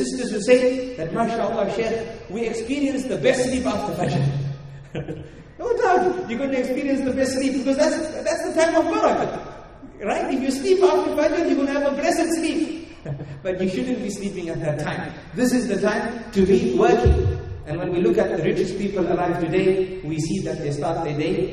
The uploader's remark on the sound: Talk delivered it the Zayed Bin Muhammed Winter Family Gathering in Dubai in January 2018. Talk delivered it the Zayed Bin Muhammed Winter Family Gathering in Dubai.